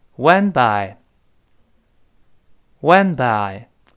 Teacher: went 这个 t 在这儿明显失去爆破了，因为它后面 by 是辅音开头嘛